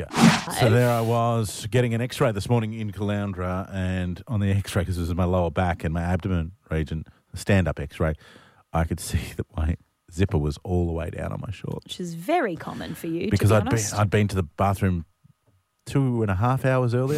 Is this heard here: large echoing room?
no